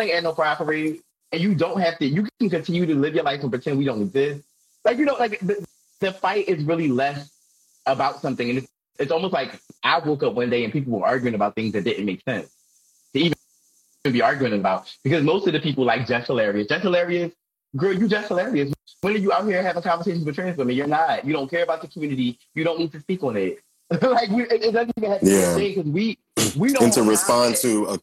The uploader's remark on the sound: Instagram Live audio